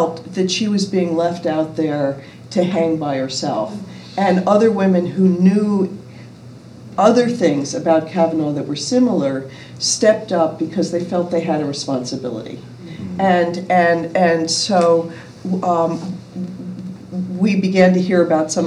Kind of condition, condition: setting, live audience